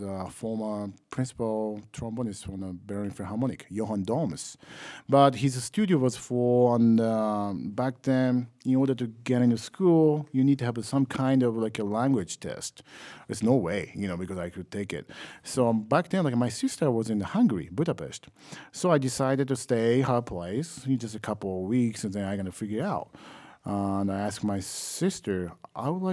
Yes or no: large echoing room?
no